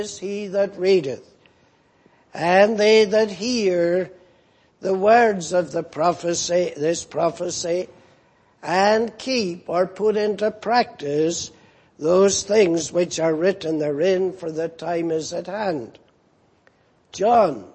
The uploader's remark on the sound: Preached in Grafton. At the Lord's Day Morning service on 17th March, 2019.